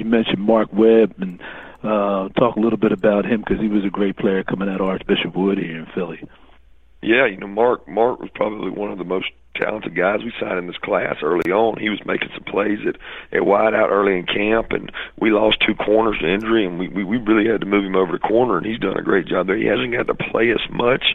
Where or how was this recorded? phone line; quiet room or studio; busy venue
phone line